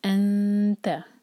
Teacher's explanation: نون کا جو مخرج ہے وہاں ٹچ نہیں کرنا زبان کو، زبان کو وہاں سے پیچھے رکھنا ہے. اور اس طرح پیچھے رکھنا ہے کہ جو نون یا تنوین کے بعد جو لیٹر آ رہا ہے اس کے بہت قریب ہماری زبان آ جائے. · Term: اخفا